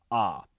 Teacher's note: In Middle English, A said ah, which is a back vowel.